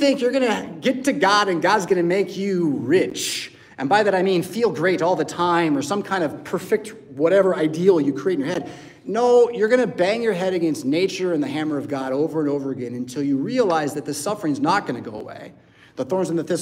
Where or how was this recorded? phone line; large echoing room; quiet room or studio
large echoing room